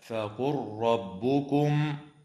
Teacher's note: وتدغم لام الفعل في الراء في قوله تعالى فقل ربكم